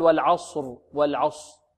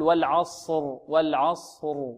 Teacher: الصاد عندما نفخمها لا نضم شفتينا في الصاد · Shown in: second take